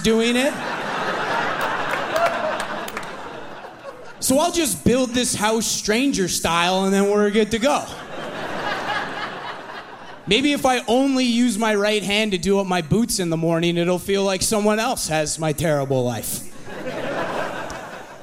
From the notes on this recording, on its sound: From the Winnipeg comedy festival